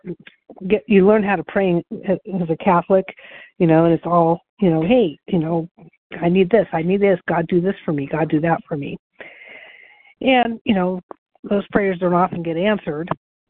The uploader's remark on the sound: the 100 Pounders Phone Meeting